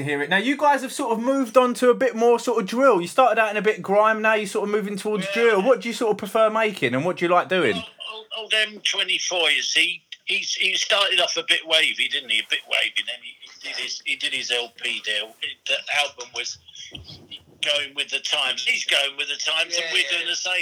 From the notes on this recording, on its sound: This week we have a phone call